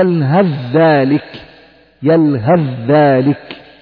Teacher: قلبت الثاء إلى ذال ثم أدغمت في الذال التي بعدها · Term: الإدغام